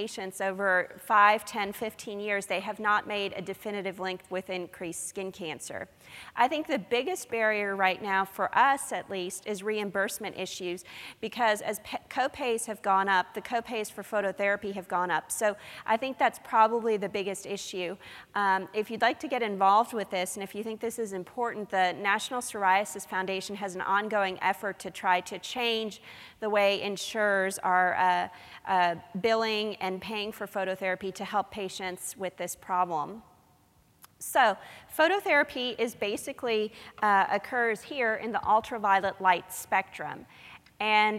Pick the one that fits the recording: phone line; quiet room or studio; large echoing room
large echoing room